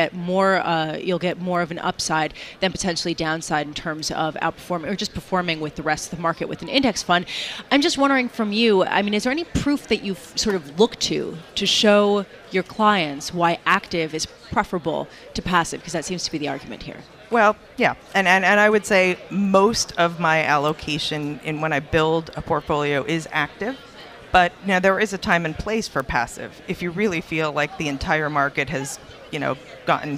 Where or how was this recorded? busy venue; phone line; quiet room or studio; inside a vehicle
busy venue